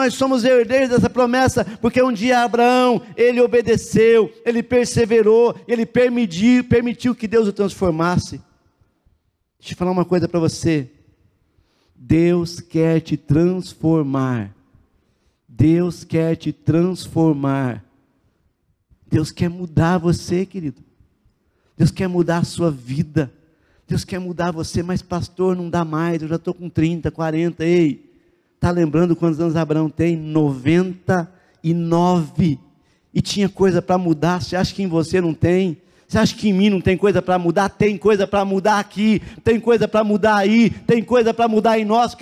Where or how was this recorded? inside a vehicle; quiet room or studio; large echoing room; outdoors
large echoing room